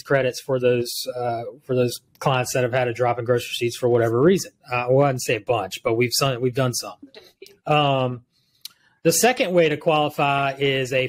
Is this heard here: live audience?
no